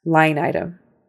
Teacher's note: the word line is emphasized more than item. Line has the stress.